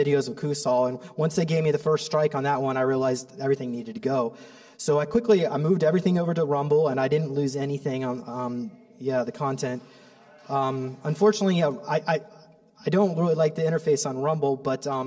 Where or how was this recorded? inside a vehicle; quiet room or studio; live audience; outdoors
live audience